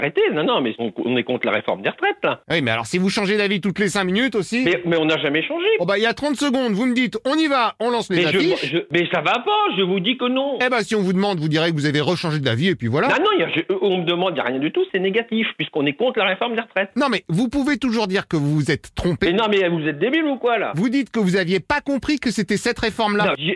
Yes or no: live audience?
no